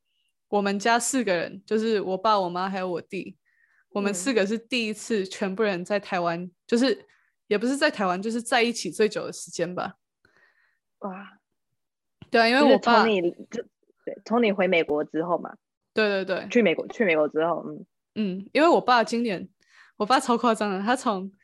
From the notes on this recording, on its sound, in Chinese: 我們用透過zoom用遠距的方式錄音!